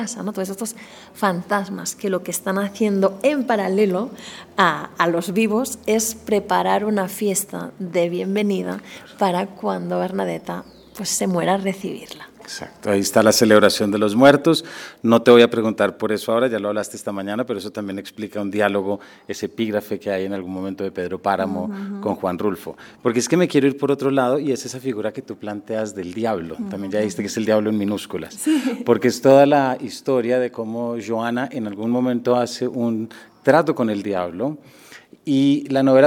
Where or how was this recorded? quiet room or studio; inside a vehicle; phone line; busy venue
busy venue